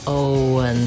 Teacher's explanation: So it just happens naturally as I move from O to un, Owen, that the W comes in